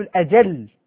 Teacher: القياس أن نأتي بالإدغام فنقول الأجل ولا نفك الإدغام